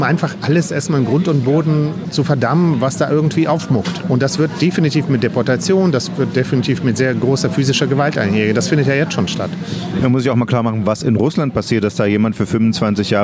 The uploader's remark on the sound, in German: In einer Sonderfolge zum Ukraine-Krieg melden wir uns live aus dem "Café Rossiya" (Café Russland) in Berlin.